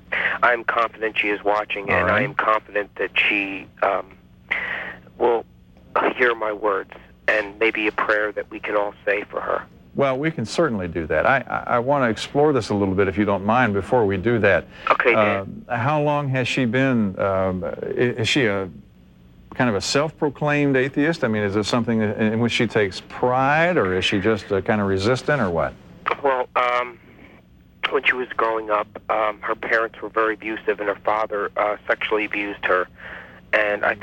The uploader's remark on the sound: Prank Phone Calls.